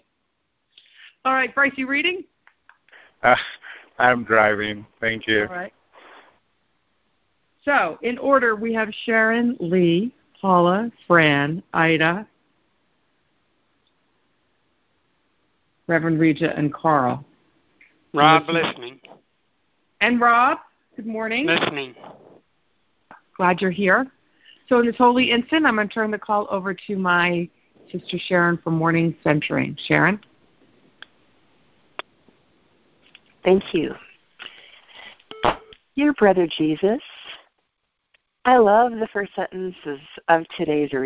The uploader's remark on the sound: ACIM Daily TEXT Conference Call